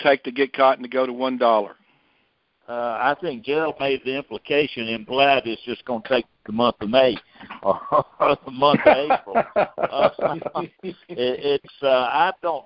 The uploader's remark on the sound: Monthly Conference Call.